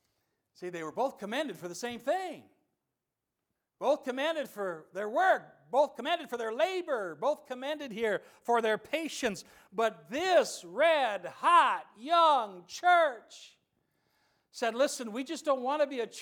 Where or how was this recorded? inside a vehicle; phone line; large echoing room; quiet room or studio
large echoing room